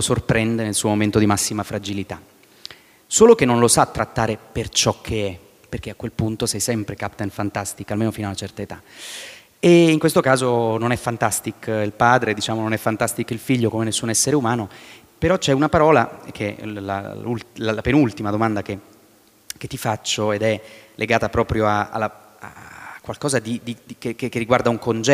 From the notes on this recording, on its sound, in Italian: Registrato a Bookcity 2016.